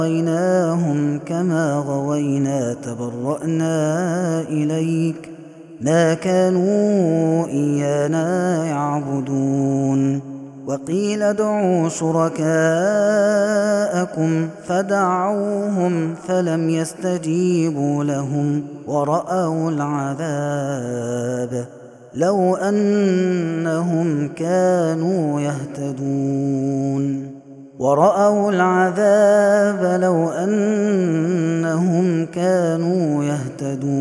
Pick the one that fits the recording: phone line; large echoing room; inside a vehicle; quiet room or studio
large echoing room